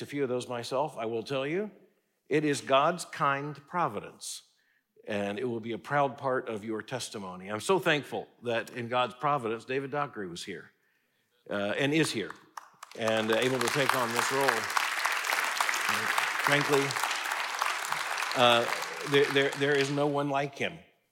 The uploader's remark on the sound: The event was a part of the International Alliance for Christian Education’s 4th annual conference on the campus of Southwestern Seminary.